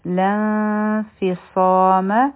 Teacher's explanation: دلته کې به مونږه اخفا کوو دوه سیکنډه ټایم به ورکړو د نون د پټولو کوشش به کوو